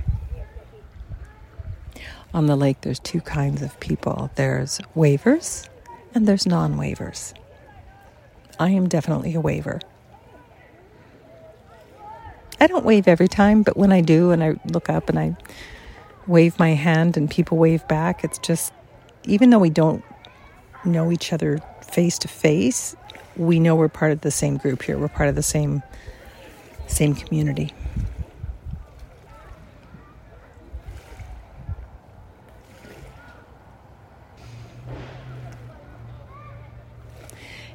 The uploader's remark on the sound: Rather than the usual sound editing to minimize background noise, I left it all in.